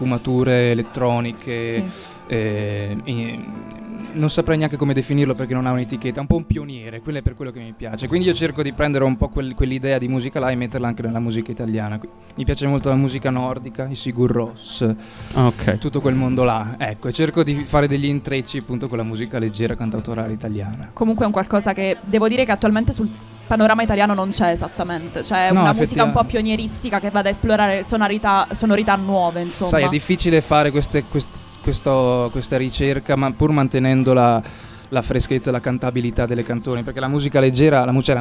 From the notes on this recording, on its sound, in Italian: Festival Economia 2019. Estratto dalle dirette di Sanbaradio dal Festival dell'Economia di Trento.